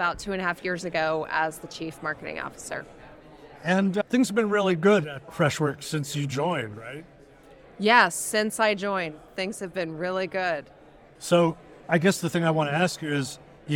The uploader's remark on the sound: Recorded live at the Ascent Conference in San Francisco.